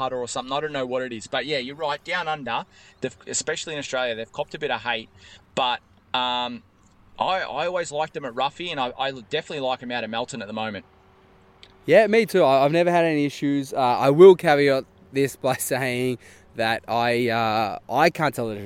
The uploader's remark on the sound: live from Ruffey Rumble